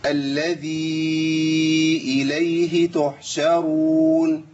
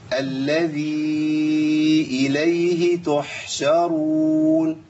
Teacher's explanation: عندنا الخطأ اللي بعد كده، اسقاط الحاء في تحشرون · Shown in: first take